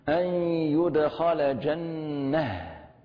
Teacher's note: التاء المربوطة هنا نقرأها يعني إظهارها يتم بتحويلها إلى هاء ساكنة